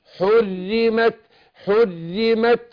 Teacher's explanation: الراء مكسورة مشددة فهترقق